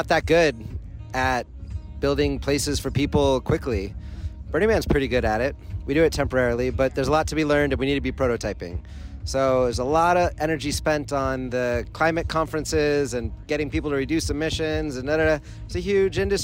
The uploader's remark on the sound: Live From Burning Man 2023. Hosts live from A Transformation Station, at Burning Man 2023.